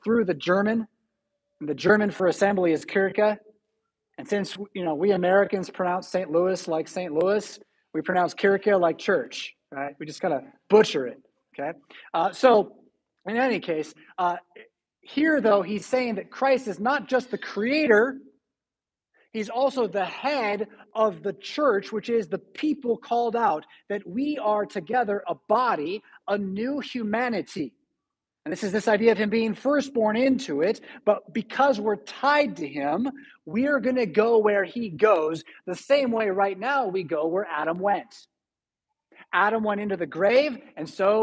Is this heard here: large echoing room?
yes